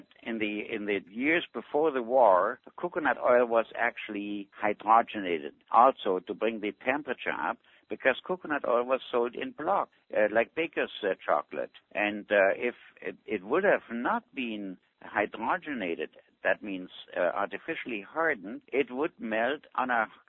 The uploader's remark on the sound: Avena Originals Conference Call